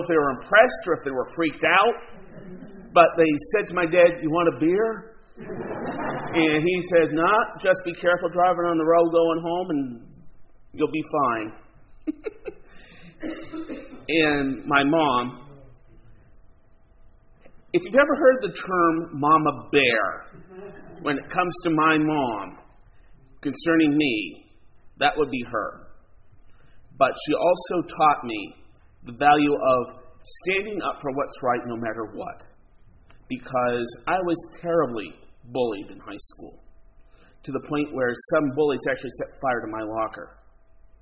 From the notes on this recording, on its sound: Recording of the church service of the Enfield United Methodist Church November 6, 2022